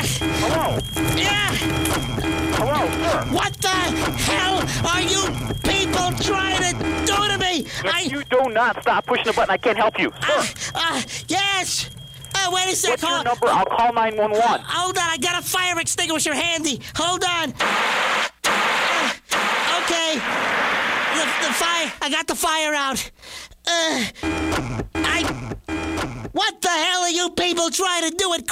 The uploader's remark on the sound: Prank Phone Calls